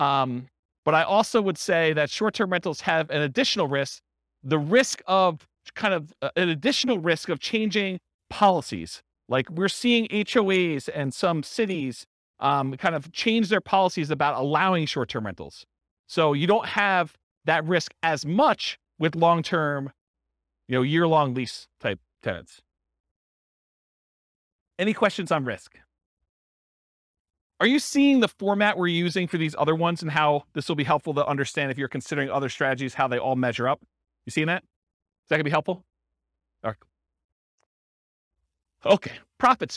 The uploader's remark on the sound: This was a live class recorded